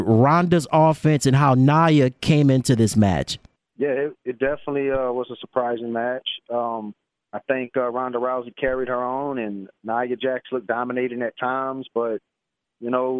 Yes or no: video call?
no